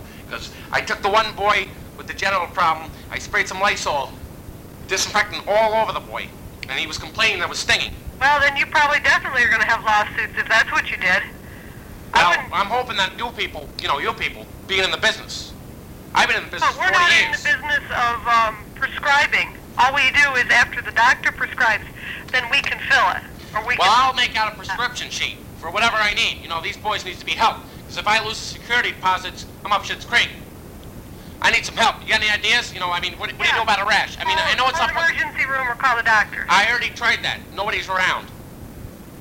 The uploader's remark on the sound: Prank Phone Calls